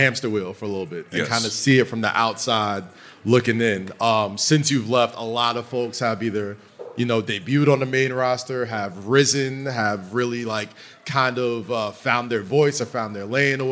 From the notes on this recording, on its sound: live at the SummerSlam Store